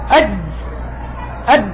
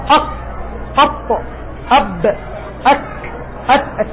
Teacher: هذه حروف شديدة يعني ينقطع فيها الصوت. أنت تقول مثلا أج أج، يعني حاول حاول أن تمد الصوت، ما تستطيع. · Term: الشدة